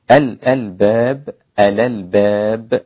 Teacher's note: نقل حركة الهمزة إلى الساكن قبلها · Term: بالنقل